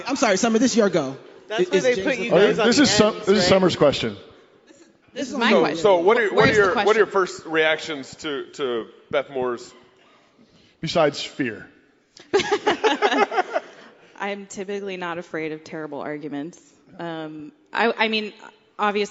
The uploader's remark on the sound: CrossPolitic and Sheologians Live at ReformCon.